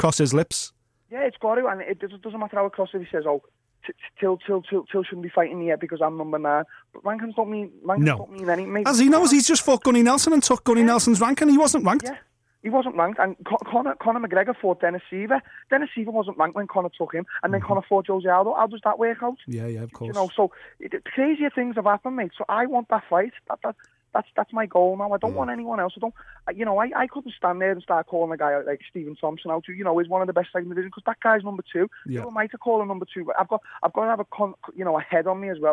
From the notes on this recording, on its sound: is on the phone